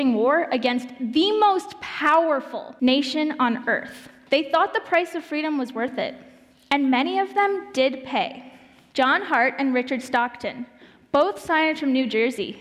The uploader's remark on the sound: presented at the Illinois Family Institute’s 2022 Worldview Conference